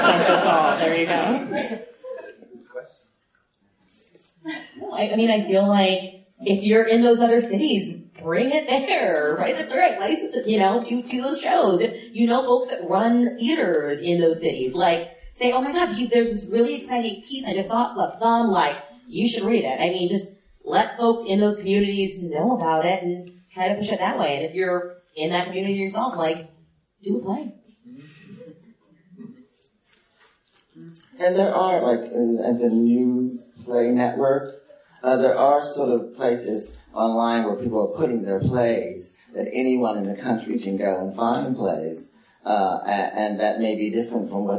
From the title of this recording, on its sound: Live at the Signature